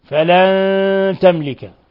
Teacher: نون ساكنة جاء بعدها التاء، الحكم التجويدي إخفاء حقيقي. ثم ميم ساكنة جاء بعدها اللام، تملك في نفس الكلمة إظهار شفوي.